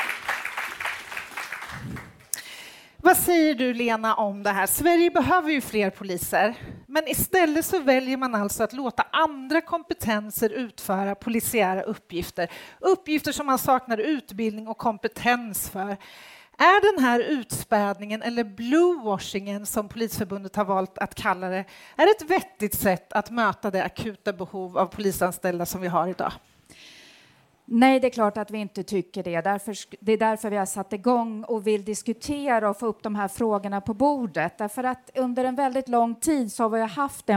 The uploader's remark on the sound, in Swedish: live från öjn och Almedalen